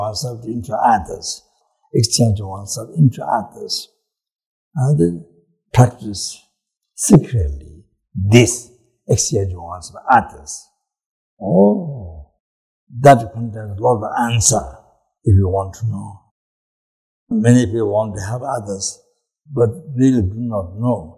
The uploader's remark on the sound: The teaching for this episode was recorded on December 10, 2017, at Kopan Monastery, Nepal.